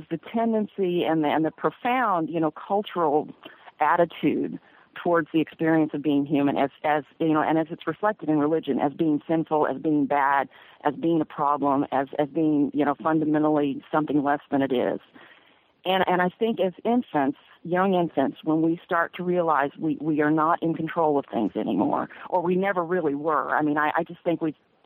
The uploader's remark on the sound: Sunday Call In Show